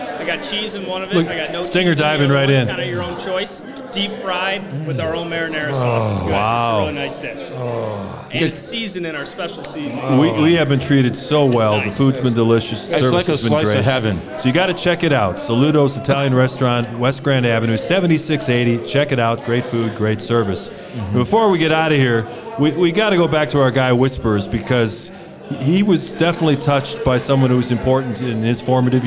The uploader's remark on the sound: Live From Salutos in Gurnee